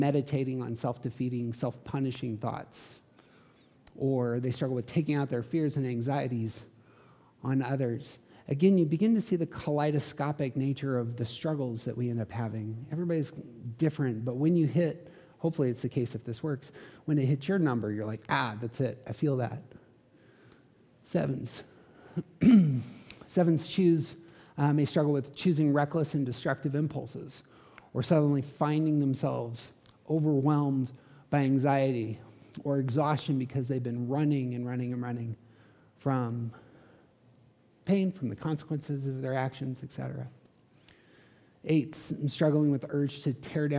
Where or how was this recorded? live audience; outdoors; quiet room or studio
live audience